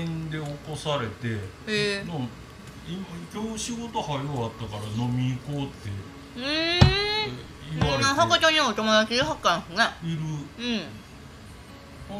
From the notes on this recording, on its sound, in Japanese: 大阪市内のスタジオライブバー・カノンにて収録配信